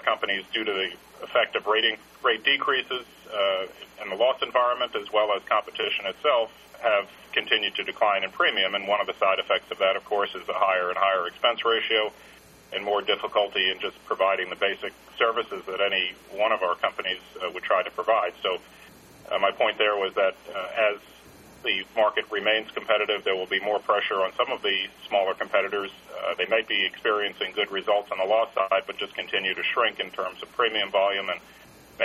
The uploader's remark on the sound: ProAssurance Earnings Conference Call, First Quarter 2012